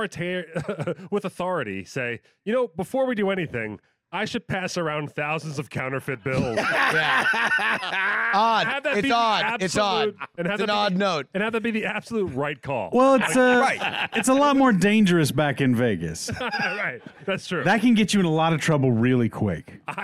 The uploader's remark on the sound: Live from Founders Day 2023